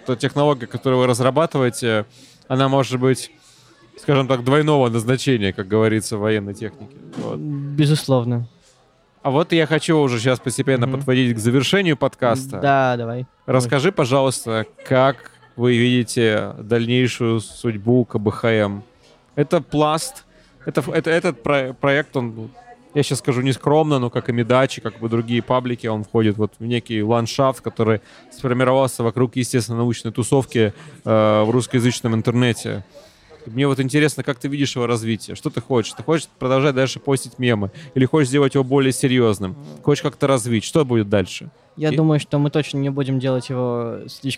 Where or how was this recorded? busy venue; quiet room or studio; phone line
busy venue